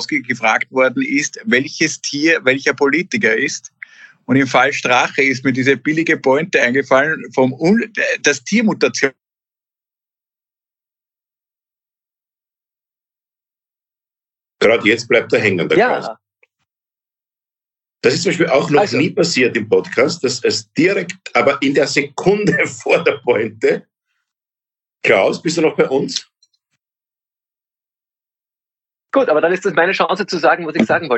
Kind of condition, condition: link, video call